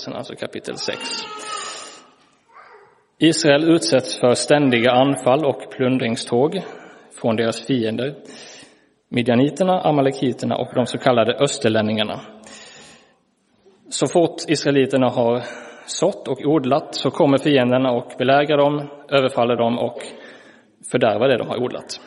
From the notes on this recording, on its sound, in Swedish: Inspelad i Roseniuskyrkan den 22 januari 2023.